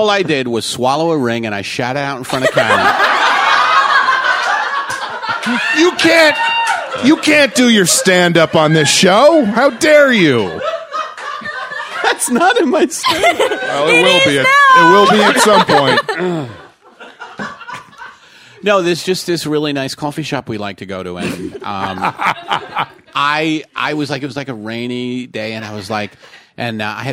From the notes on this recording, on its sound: with live "in-studio" audience